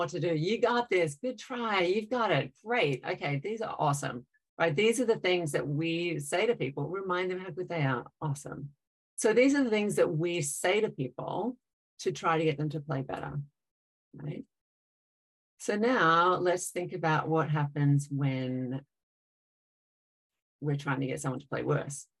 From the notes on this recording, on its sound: MindReady hosted a webinar in partnership with the Houston Dynamo.